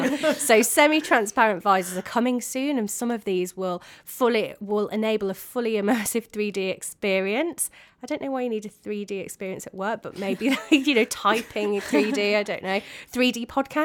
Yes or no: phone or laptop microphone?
no